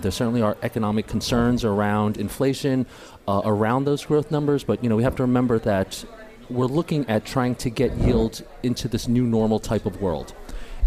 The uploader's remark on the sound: Live from Pershing's INSITE 2017 conference at the Manchester Grand Hyatt in San Diego.